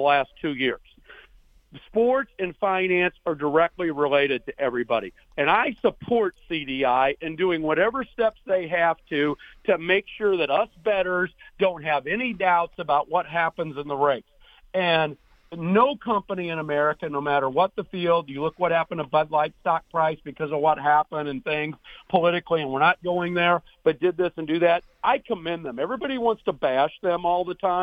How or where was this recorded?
phone line